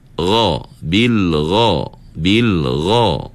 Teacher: Jadi tuan-tuan kena ingat, masa sebut huruf ghain, kita punya pangkal lidah sahaja terangkat. Adapun daun lidah kita tak berdempik naik ke langit-langit. · Term: sifat isti'la